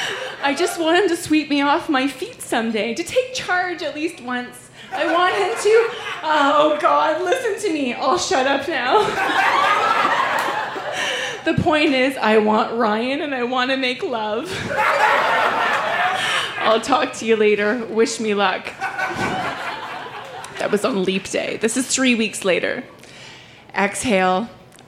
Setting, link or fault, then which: setting, busy venue